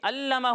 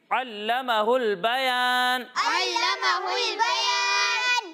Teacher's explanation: ایک حرف ہے عین اور دوسرا حرف ہے حمزہ. جب ہم عین کی ادائیگی کریں گے تو اسے حلق کے درمیانے حصے سے پڑھیں گے · Shown in: second take